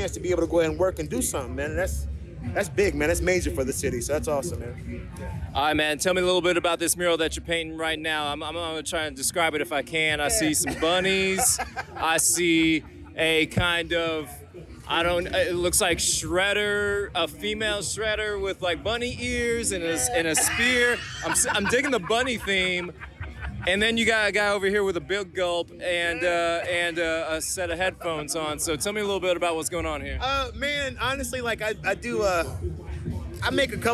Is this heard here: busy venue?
yes